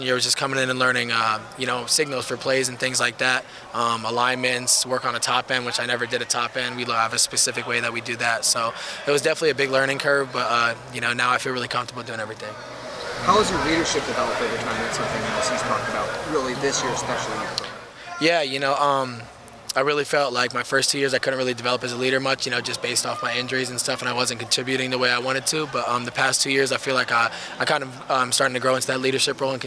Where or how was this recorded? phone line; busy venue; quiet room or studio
busy venue